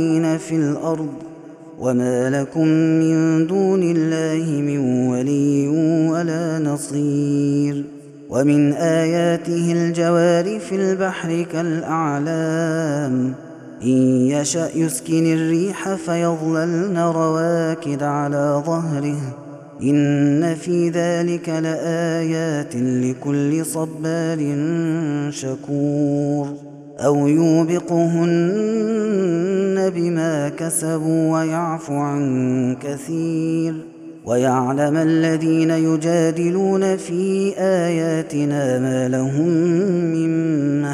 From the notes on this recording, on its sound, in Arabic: هذا التسجيل من صلاة التراويح